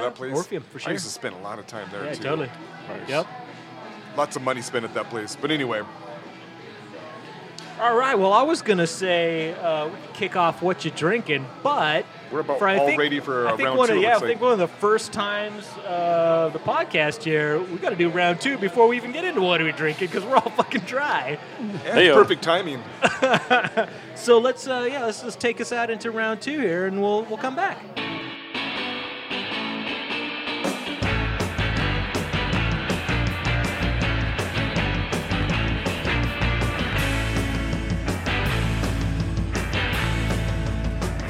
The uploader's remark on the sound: Recorded live at the DeLuxe Bar & Grill in the famous Capital Hill neighborhood. Arguably one of the least-divey dive bars we've visited, this historic watering hole has gobs of history and ghost stories.